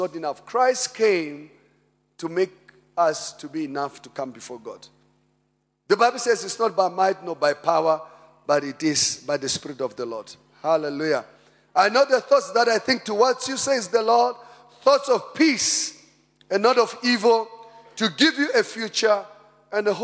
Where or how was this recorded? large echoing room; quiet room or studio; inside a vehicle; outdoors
large echoing room